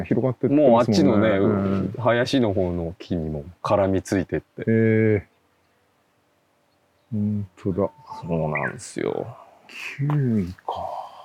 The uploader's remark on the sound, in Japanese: 誰かと散歩しながら収録しております。すっかり有名になった廃材だけでセルフビルドされた（され続けている）ご自宅の敷地からスタートして、周辺の畑などをグルっと散歩。